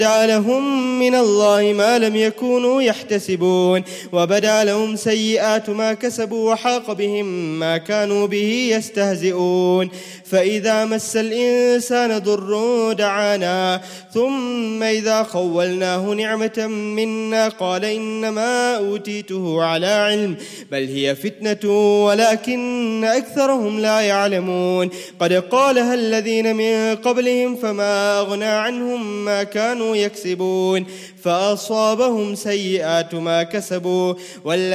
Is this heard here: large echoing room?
yes